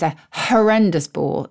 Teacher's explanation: But because we say an honest person and the H is silent, we put an an into it. Like with a horrendous bore, the H there is voiced, so we don't need the an in front of it.